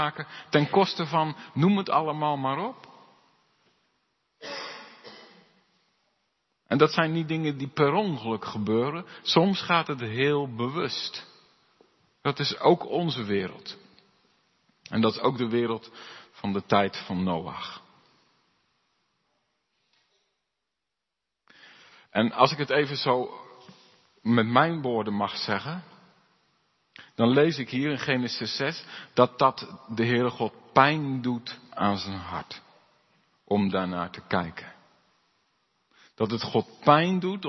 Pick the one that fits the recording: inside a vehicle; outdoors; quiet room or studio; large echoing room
large echoing room